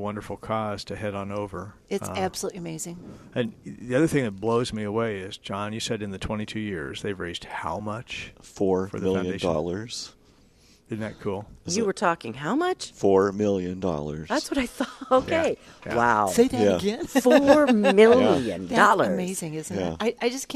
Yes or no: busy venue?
yes